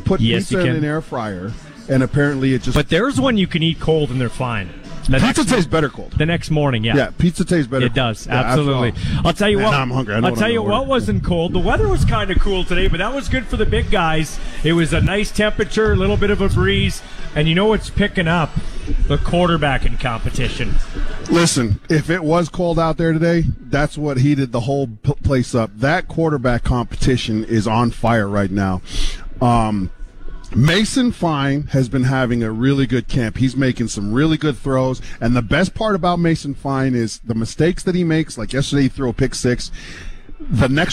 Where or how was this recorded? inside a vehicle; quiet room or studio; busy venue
busy venue